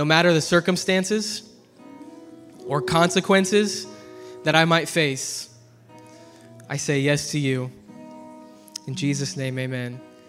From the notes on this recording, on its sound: preached at ZEAL Church in Hermiston, Oregon